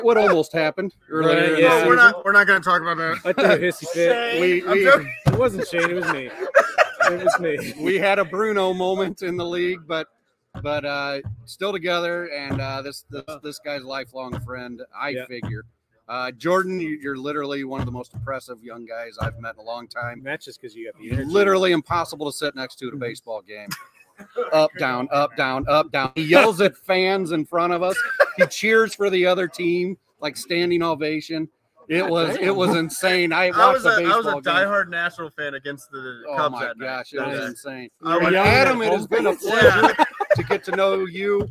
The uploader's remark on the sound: LIVE FROM RUDY'S!